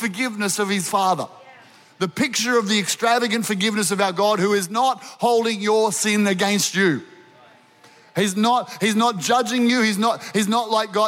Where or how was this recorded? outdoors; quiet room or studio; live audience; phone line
live audience